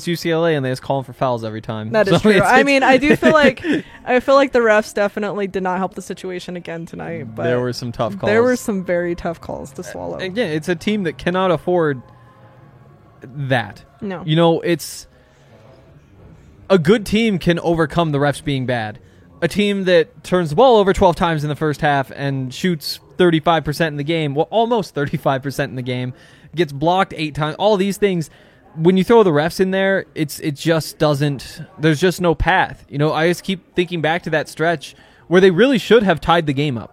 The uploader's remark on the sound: LIVE from the DNVR Bar